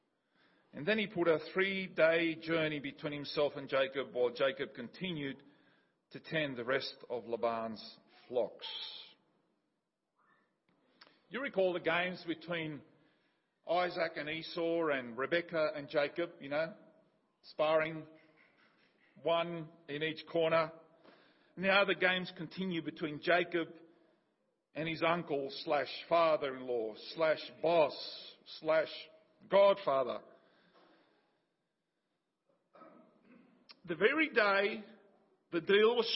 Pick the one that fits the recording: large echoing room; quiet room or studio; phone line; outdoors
large echoing room